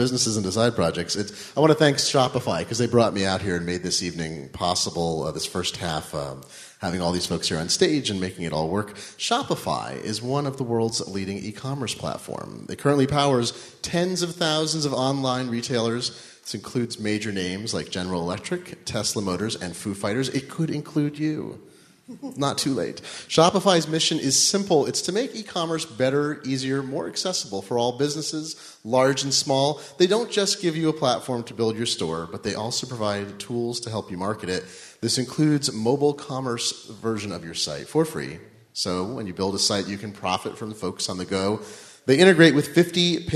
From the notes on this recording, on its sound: Recorded Live In Brooklyn. We recorded a special live episode of The New Disruptors in Brooklyn's fantastic DUMBO district in the Galapagos Art Space as part of the Nearly Impossible conference.